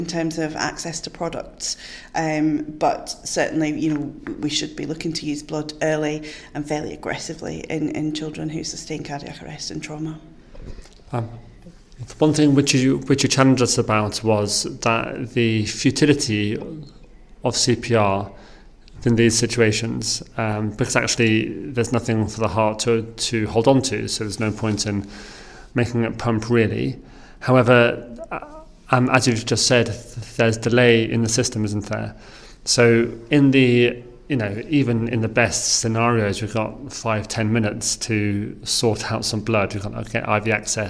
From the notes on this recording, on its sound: At the 2023 PCCS conference in Edinburgh we chatted